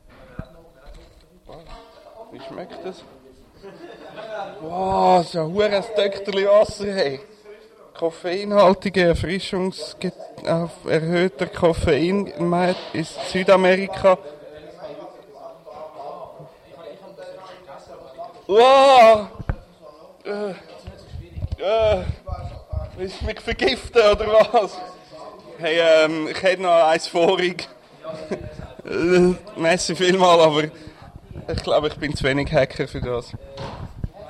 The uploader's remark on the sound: Dock 18 Live Teil 1.